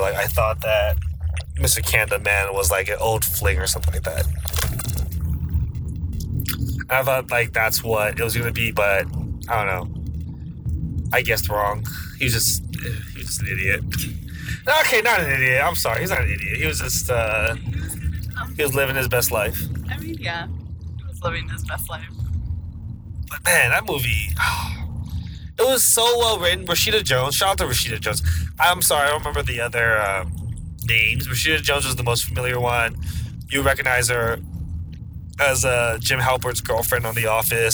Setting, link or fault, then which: setting, inside a vehicle